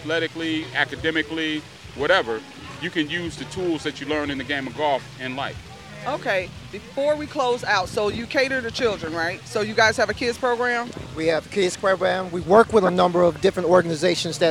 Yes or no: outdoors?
yes